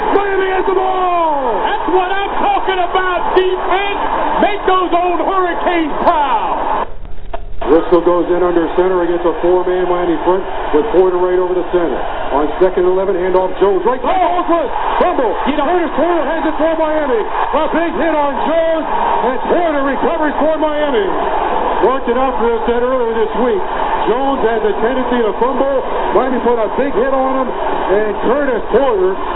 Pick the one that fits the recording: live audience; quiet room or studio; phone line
phone line